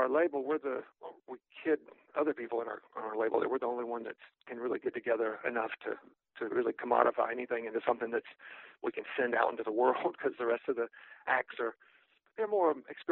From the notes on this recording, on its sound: speaks on the phone